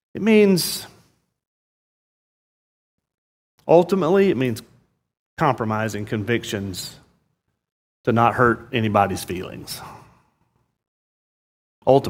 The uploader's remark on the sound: This sermon was preached on Sunday, July 3rd, 2022. At Murrieta Valley Church in Murrieta, California.